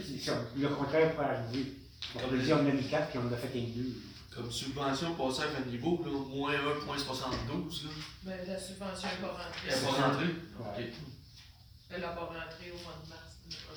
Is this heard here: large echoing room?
yes